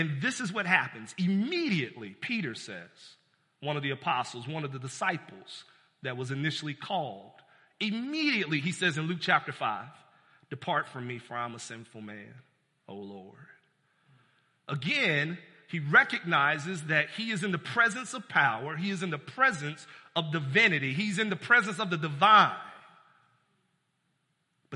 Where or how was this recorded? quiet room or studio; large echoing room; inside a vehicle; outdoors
large echoing room